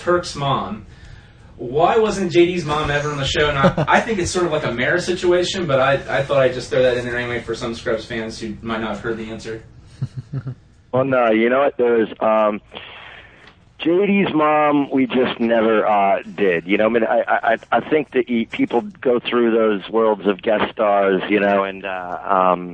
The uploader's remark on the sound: Had problems functioning during the opening/news segment. Phone in to lend a hand.